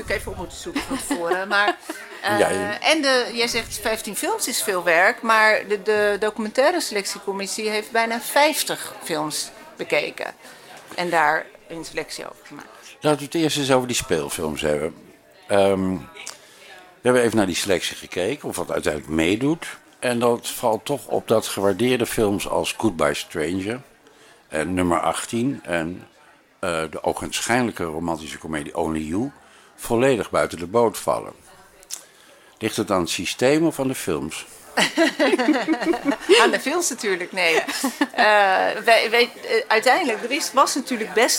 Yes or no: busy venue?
yes